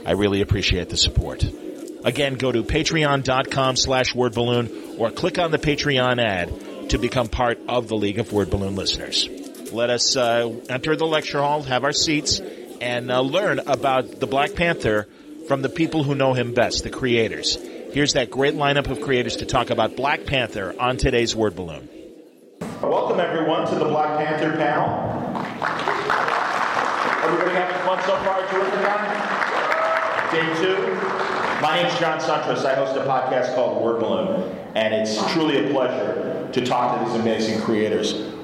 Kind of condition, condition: setting, live audience